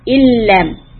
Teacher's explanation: connect the lam, ignore the noon, illam. We will not say in, ill.